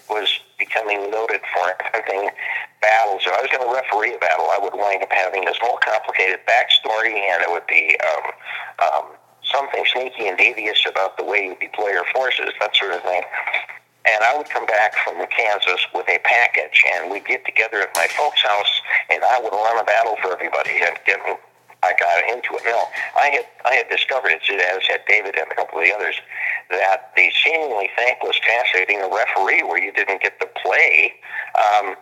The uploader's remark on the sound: Live from Blackmoor Studios! Was on the phone and we were in an open hallway so the audio is not as great as we would have liked.